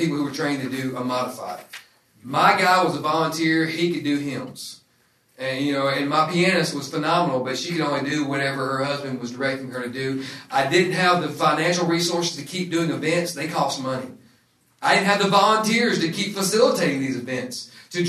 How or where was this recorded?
live audience